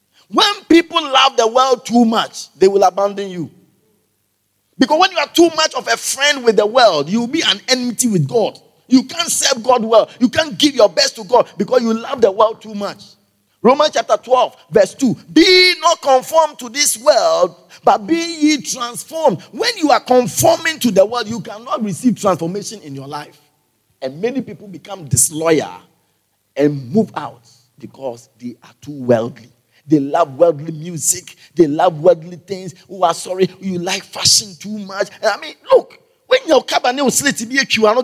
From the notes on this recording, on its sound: Preached at the Everlasting Father Cathedral